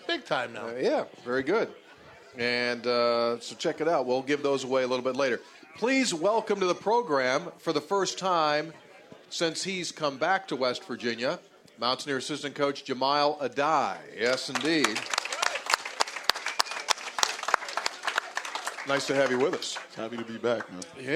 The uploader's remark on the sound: Live From Kegler's Replay.